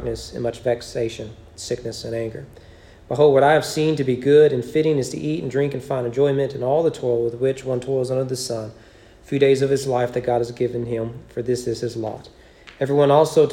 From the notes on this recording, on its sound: Sermon preached at East Frankfort Baptist Church on October 11, 2020 during evening worship.